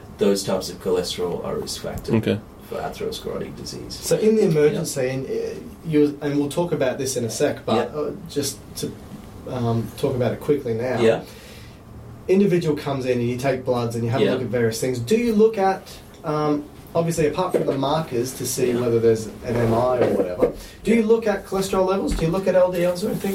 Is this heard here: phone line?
no